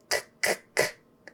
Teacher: Your tongue, the back of your tongue is pushing up in the back. It's a velar sound